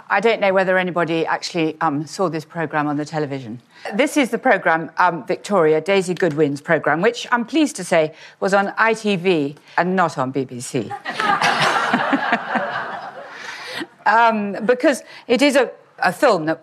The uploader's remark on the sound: in a talk that she delivered at our Victorians Day earlier this year